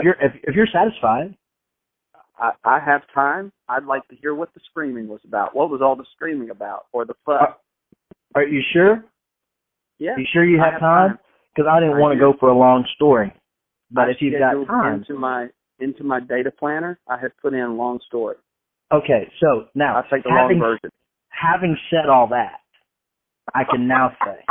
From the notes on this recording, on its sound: Record their phone calls to make each other laugh.